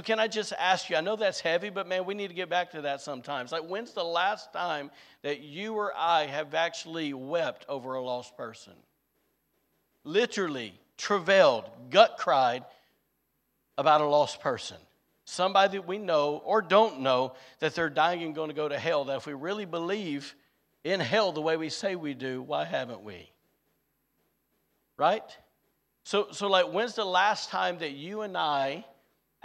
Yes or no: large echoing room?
yes